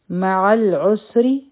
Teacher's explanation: عین به د حلق نه وایو، را به نری وایو